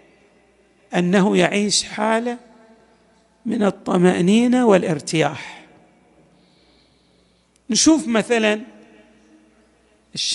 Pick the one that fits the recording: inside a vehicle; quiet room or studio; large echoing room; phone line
large echoing room